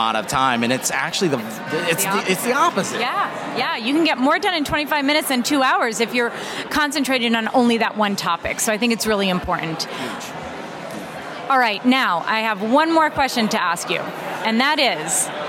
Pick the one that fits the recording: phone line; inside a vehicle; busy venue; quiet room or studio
busy venue